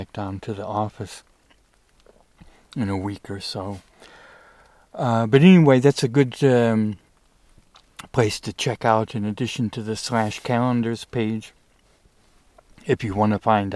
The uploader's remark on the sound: I report from the Eagle Cap Wilderness